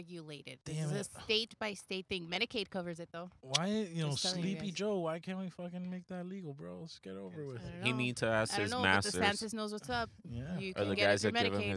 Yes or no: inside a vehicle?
yes